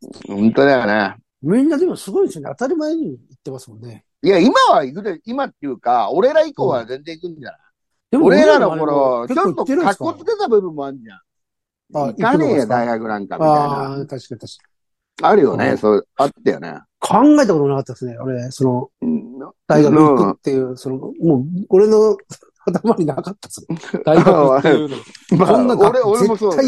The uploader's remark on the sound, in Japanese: ZOOMで収録